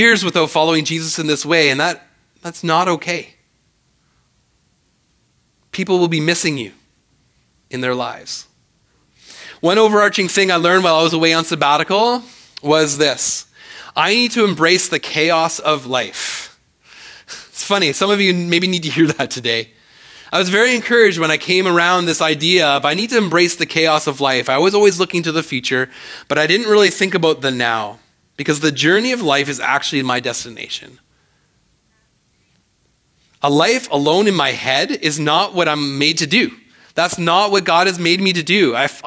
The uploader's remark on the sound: speaks at SouthRidge Fellowship, a Langley church.